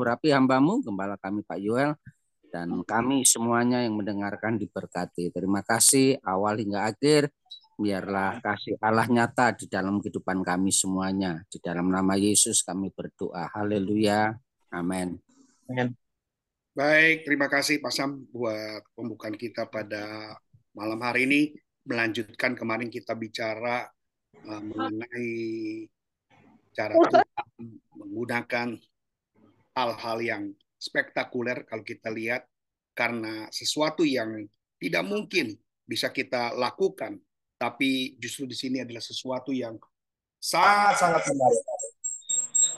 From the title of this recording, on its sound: Zoominar